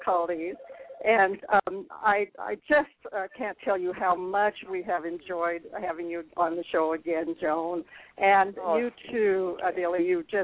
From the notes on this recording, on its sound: Call in to share their reactions.